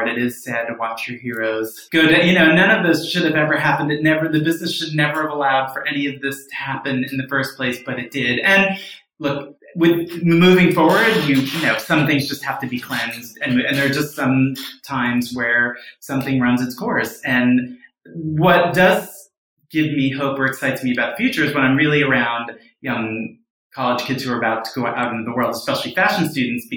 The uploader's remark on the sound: Please excuse the echo effect in this issue!